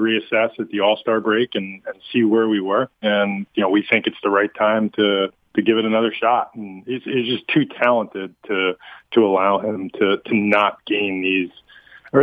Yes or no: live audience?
no